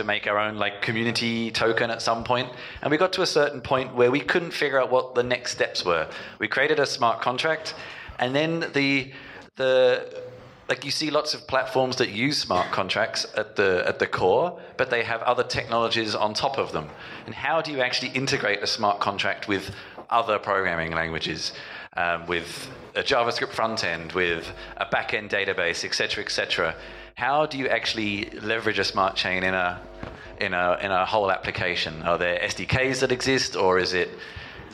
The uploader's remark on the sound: Berlin Blockchain Day Panel. A panel at the recent Berlin Blockchain day.